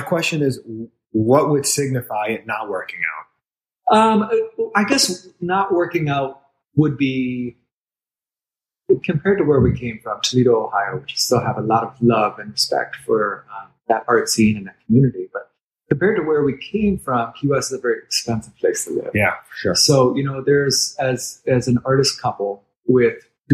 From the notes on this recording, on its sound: In his famed gallery on the doubly famed, Duval Street. The audio is a bit dodgy on this episode.